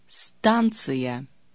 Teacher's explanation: Я, Е, Ё, И, Ю, and мягкий знак indicate that the preceding consonant is soft. However, consonants Ц, Ж, and Ш are always pronounced hard, no matter what letter follows. · Term: hard consonants